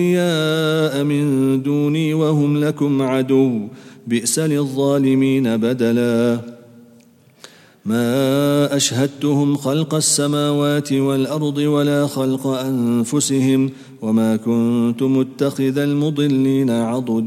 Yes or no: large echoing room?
yes